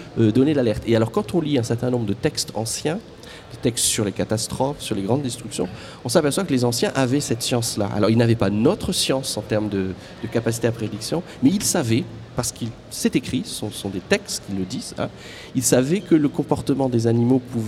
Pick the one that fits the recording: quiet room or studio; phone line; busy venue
busy venue